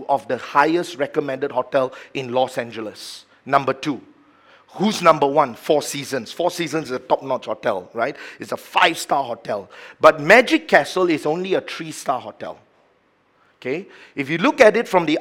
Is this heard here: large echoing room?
yes